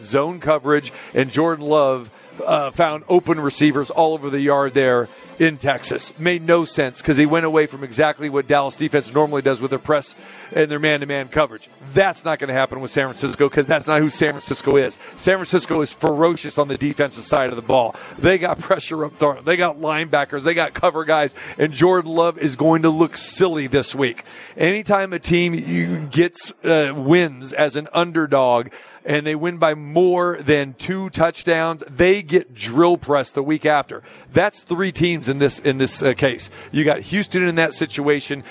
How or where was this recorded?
busy venue